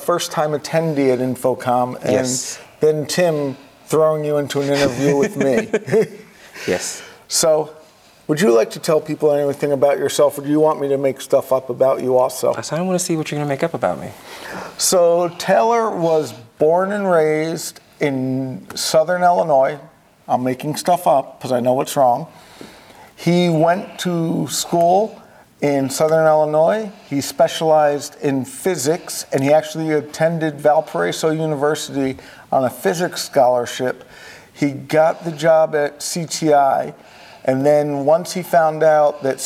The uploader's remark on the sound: Live From InfoComm 2022. We are live in Las Vegas for InfoComm 2022.